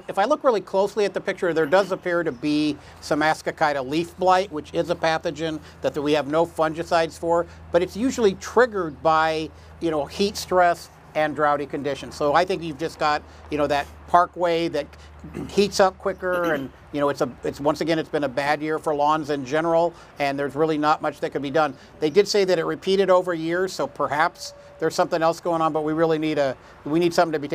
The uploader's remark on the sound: Backyard Farmer records a special program from Lauritzen Botanical Gardens in Omaha, Nebraska.